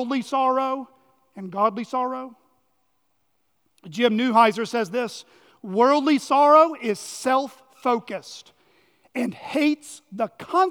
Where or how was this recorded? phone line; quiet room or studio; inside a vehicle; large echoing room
large echoing room